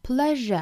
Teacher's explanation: 中间的这个 s 的发音呢，是要把它发成一个 r 的发音啊，是一个浊辅音